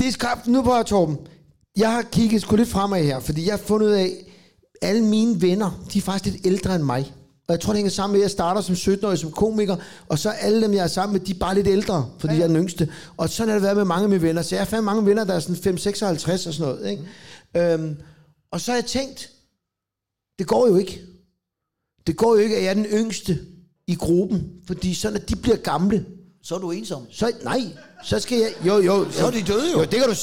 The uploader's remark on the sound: der er optaget live i Fredericia